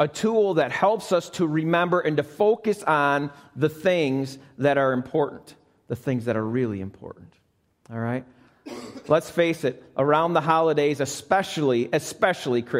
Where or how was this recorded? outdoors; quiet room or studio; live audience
live audience